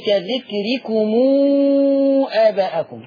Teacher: ضم الميم لما الميم يجي وراها همزة